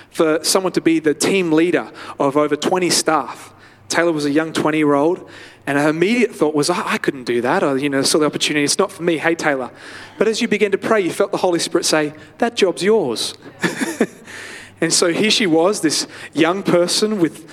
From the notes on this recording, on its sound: live at Freshwater Church